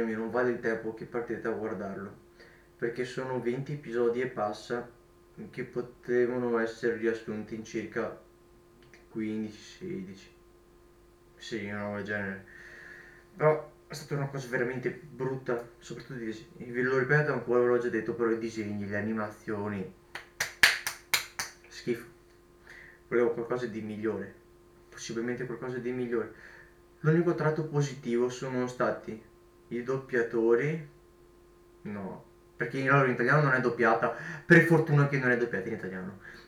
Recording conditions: poor microphone